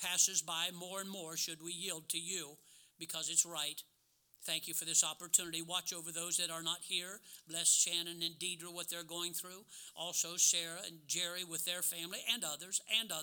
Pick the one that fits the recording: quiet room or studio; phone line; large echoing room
large echoing room